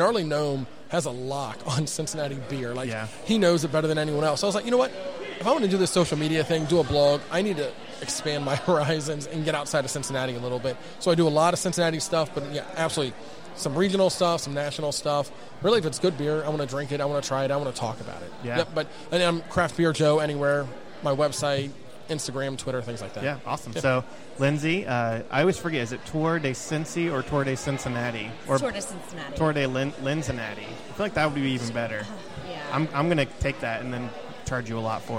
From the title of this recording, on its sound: Live at Streetside